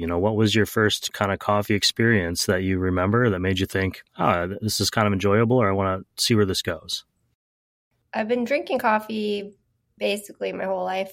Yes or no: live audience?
no